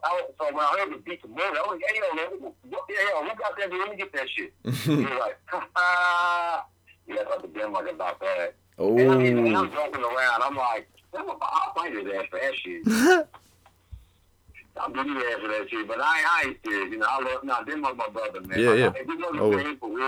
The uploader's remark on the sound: called in from Chicago